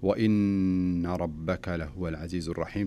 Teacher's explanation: فالنون هنا دائما ما تسمى بالنون المشددة تجويديا، وتغن بمقدار حركتين